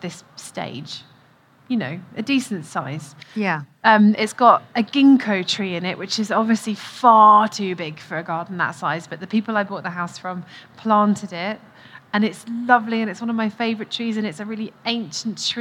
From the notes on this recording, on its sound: Recorded at BBC Gardeners’ World Live